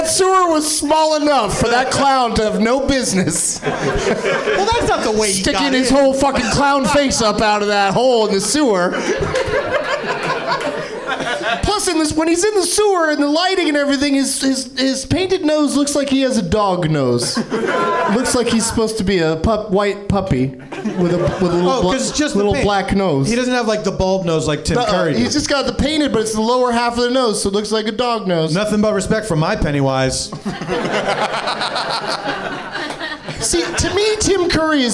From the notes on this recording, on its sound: Live from the NerdMelt Showroom in LA